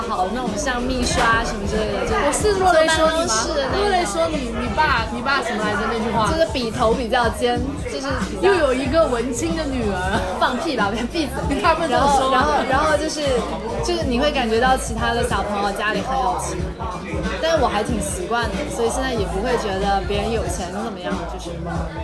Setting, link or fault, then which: setting, busy venue